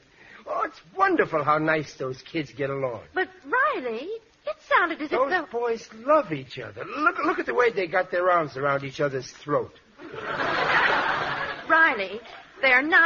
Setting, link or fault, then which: setting, live audience